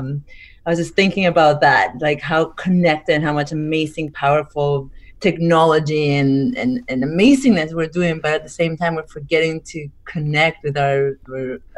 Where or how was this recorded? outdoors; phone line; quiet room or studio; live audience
quiet room or studio